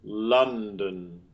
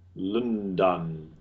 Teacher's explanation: Our model word London, where we have the up vowel, the upside down V in the first syllable, and schwa in the second syllable. · Shown in: first take · They're not interchangeable.